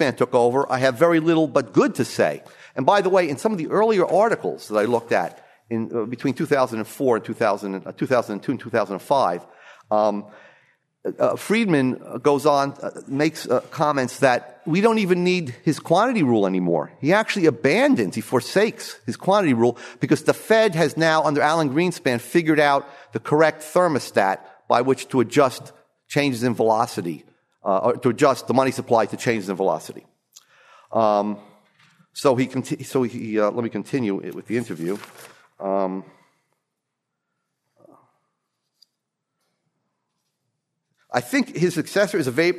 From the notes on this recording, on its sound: From the session on "Studies in Business Cycles," presented at the Austrian Economics Research Conference. Recorded 22 March 2013 at the Ludwig von Mises Institute in Auburn, Alabama.